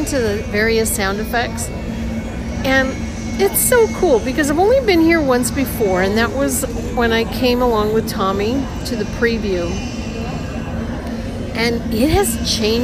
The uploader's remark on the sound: Disneyland. I hope you enjoy some sounds from the Park.